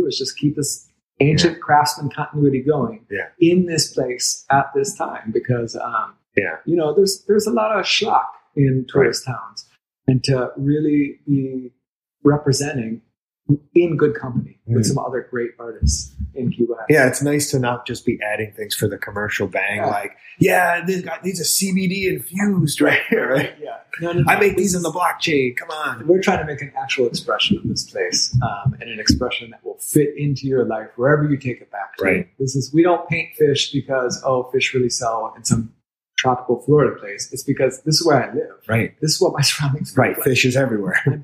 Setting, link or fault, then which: fault, poor sound quality